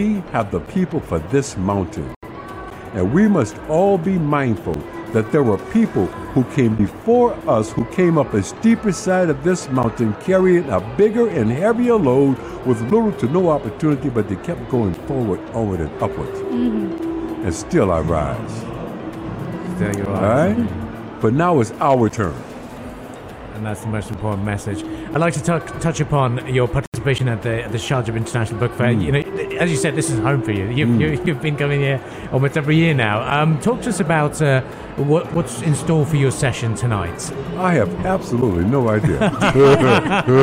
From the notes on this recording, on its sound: Pulse 95 Live at SIBF. In the UAE.